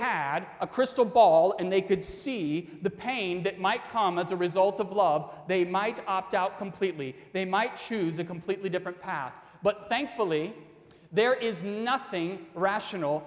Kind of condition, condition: setting, large echoing room